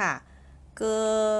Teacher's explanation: เกอเสียงที่ 1ค่ะลากยาวๆนิดนึงค่ะ